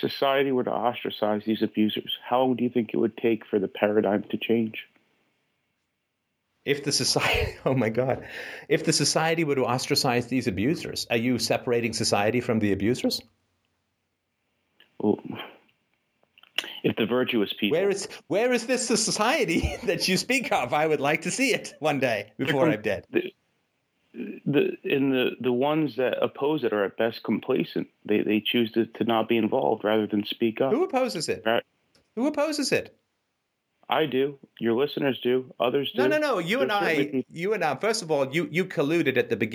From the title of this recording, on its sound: Wednesday Call In Show